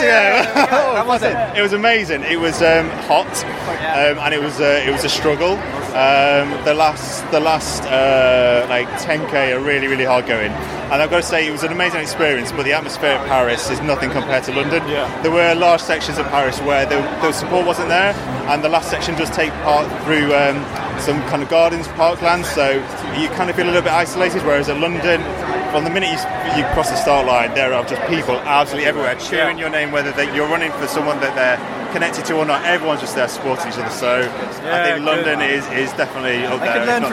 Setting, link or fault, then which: setting, busy venue